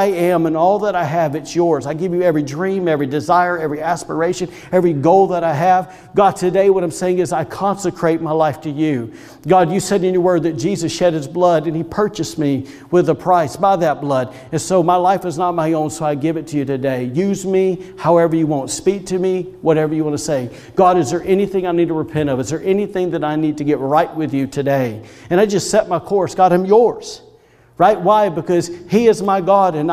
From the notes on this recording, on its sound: Was recorded on Sunday, February 14th, 2021, during service at The Anchor Church in Rockport, Maine. Audio from Video Used in message.